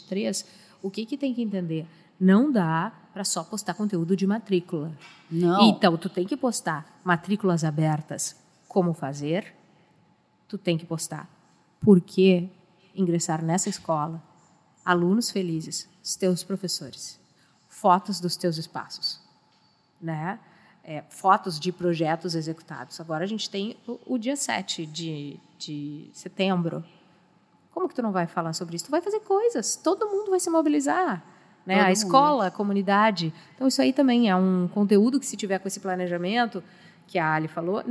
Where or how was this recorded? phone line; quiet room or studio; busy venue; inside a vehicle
busy venue